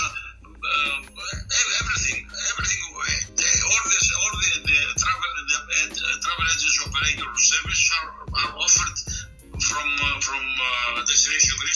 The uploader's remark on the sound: This episode is taken from a recent Facebook Live broadcast